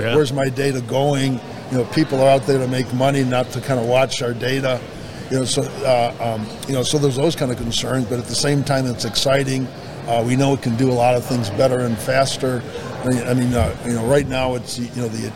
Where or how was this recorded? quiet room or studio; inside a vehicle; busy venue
busy venue